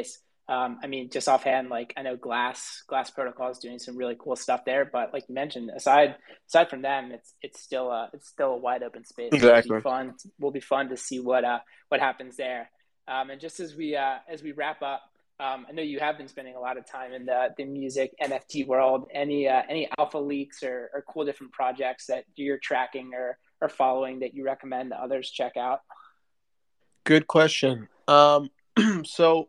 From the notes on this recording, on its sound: co-hosted a live Twitter Spaces alongside Coinvise